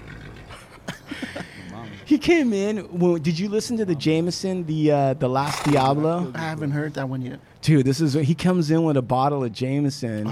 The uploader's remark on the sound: LIVE from the Art Show. Hard Luck Studios records live at the Regime Contemporary Art Gallery.